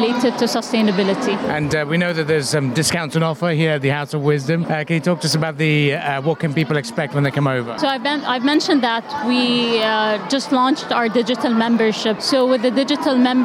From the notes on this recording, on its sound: Live from SIBF 2023.